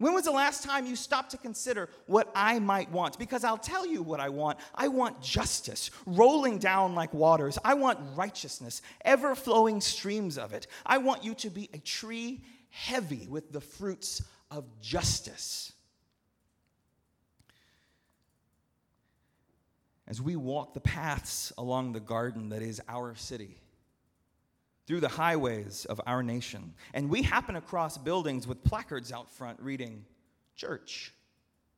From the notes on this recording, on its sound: at Northminster Church on July 21, 2019